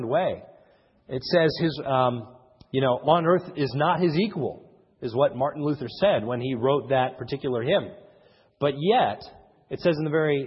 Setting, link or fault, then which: setting, large echoing room